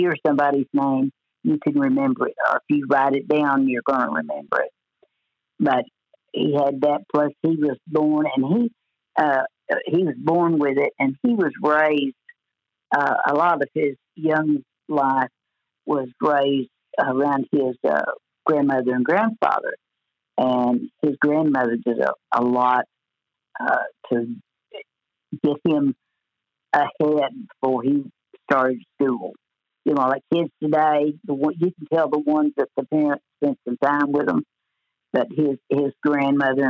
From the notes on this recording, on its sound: joins us on the phone from her home in Paragould